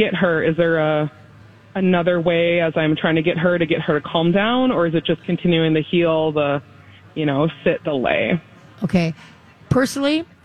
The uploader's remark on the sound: Live from the State Fair!